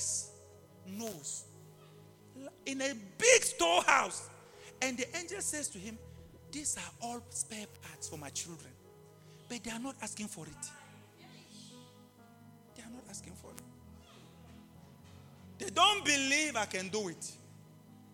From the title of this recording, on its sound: LIVE AT ABC ROBEGA